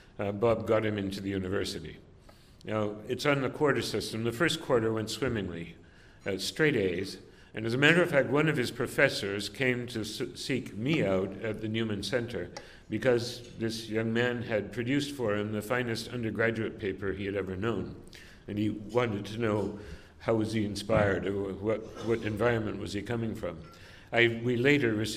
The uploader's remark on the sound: delivered this address on November 15, 2018 at the University Club of Chicago